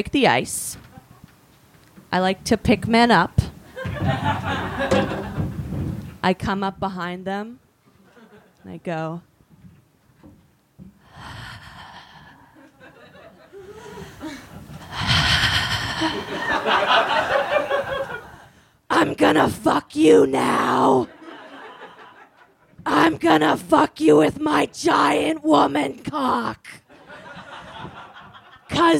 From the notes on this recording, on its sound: LIVE from ManwhoreCon. In front of packed house during ManwhoreCon. Recorded live at Karma Lounge in New York City’s East Village. We close this week’s show with some Q&A from the audience.